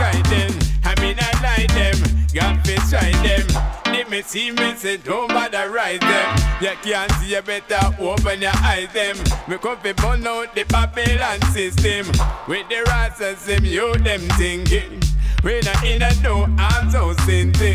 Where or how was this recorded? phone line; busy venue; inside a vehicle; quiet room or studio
busy venue